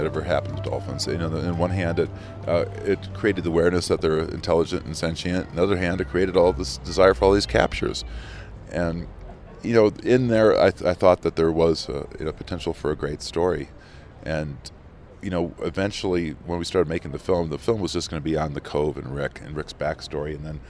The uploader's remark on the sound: recorded at the Mountain Film Festival in Telluride